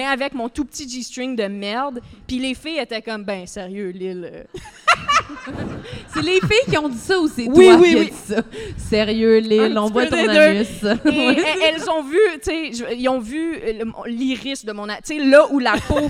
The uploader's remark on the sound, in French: LIVE à Québec! Se joignent à la fête pour cet épisode capté à l'Impérial Bell de Québec durant le festival ComédiHa!